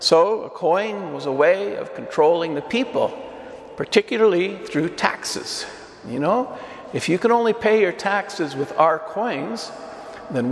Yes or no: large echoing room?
yes